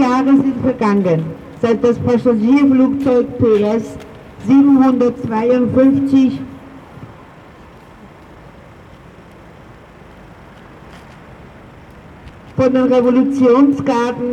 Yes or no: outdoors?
yes